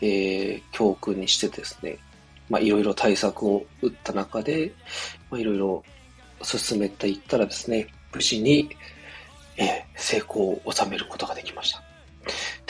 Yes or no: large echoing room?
no